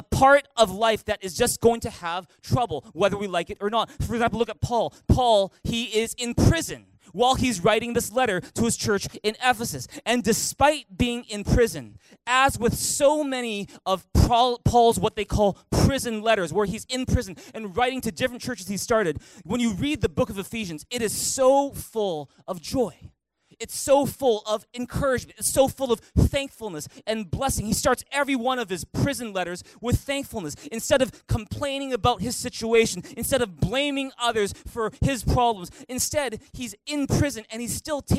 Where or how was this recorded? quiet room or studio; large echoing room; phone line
large echoing room